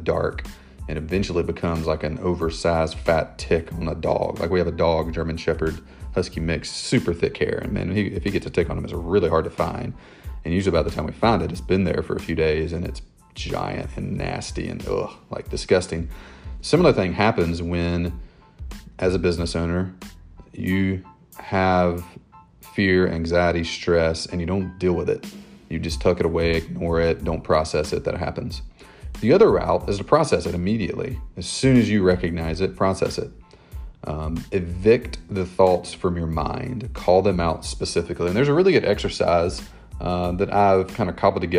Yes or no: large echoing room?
no